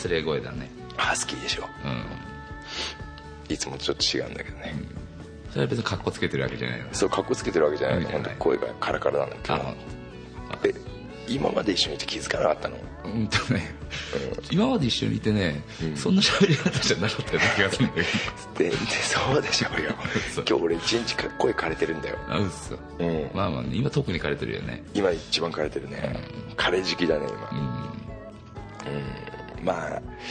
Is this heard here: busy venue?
no